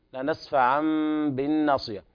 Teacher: إقلاب لوقوع الباء بعد التنوين